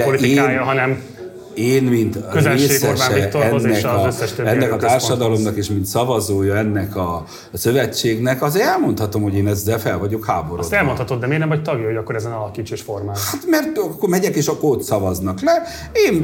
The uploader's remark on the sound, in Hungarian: egy marosvásárhelyi kávézóban rögzített adásában